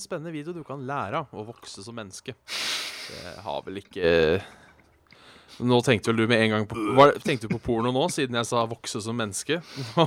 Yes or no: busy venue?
no